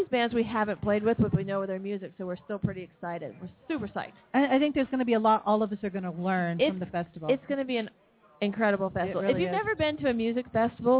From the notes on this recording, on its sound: LIVE from the Ice House on Thomas Rd.